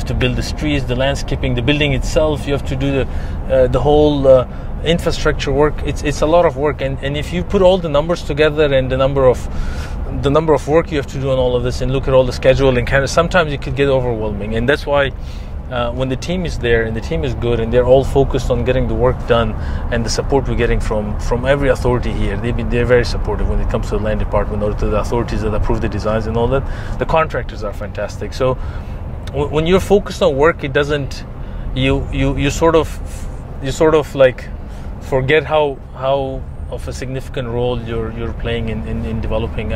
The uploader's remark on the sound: We spent the day in the car on site at one of his many real estate projects in Dubai.